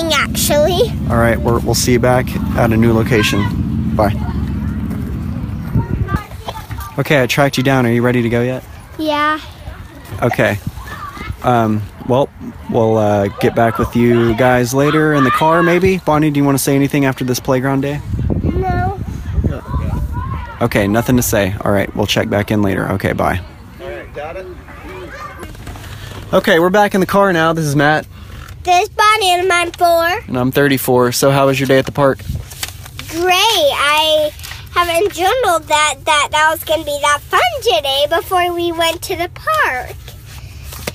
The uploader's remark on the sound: Today we are on location at the city park.